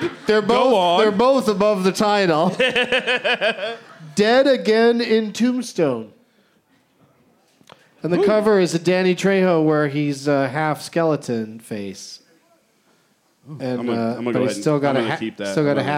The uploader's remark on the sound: Live from The Highball at Fantastic Fest in Austin